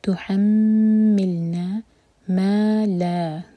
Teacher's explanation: میم شدہ پر غنہ دو seconds hold